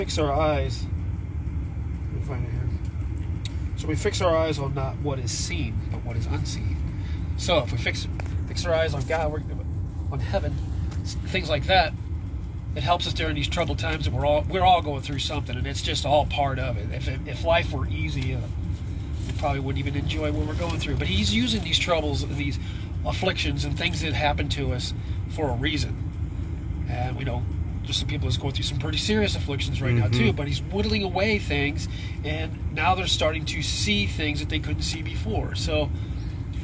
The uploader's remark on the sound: Brown Bag In The Van